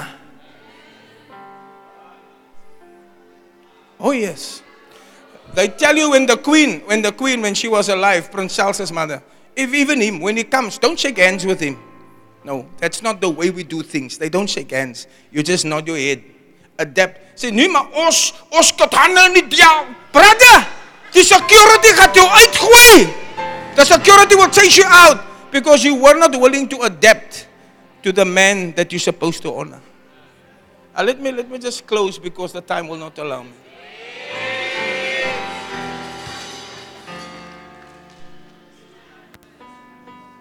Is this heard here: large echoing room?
yes